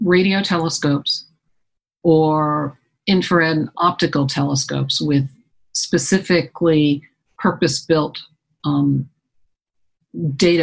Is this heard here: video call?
yes